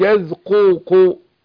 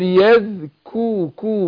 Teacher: القاف والكاف بيخرجوا إيه؟ من مخرج واحد أقصى اللسان، بس القاف فوق والكاف تحتها شوية، فالقاف حرف مفخم والكاف حرف مرقق.